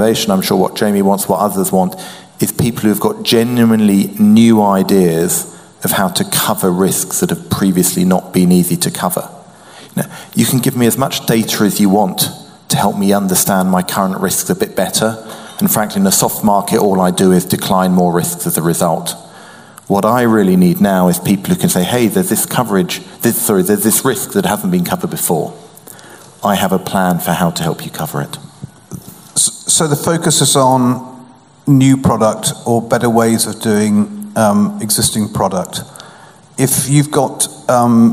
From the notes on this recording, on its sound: We're back in the Steelyard for our autumn season of evening events. From the first half of our Reverse Pitch event on 24 September.